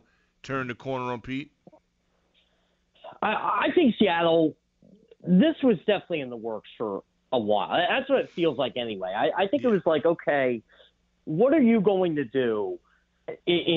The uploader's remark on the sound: opens the phones to hear from the listeners